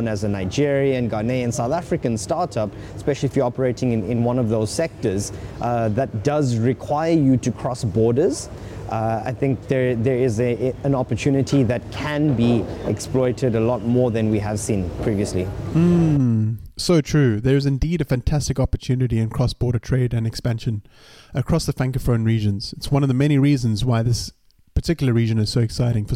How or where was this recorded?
busy venue